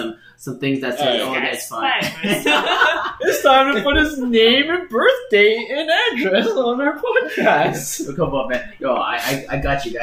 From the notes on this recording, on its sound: Apologies for the poor audio quality, problems with the setup, but it will be fixed for the next one!